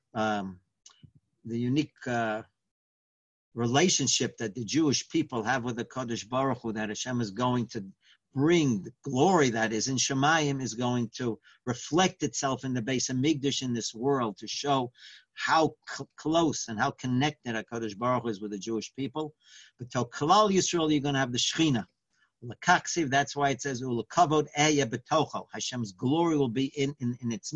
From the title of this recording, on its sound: Live On Zoom